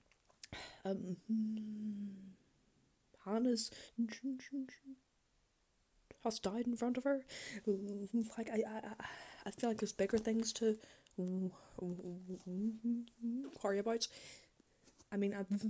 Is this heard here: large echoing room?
no